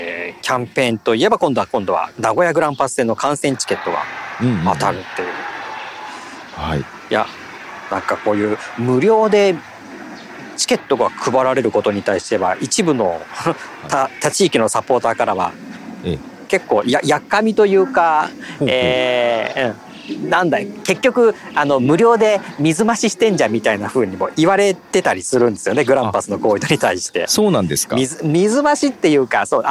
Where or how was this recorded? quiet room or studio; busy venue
busy venue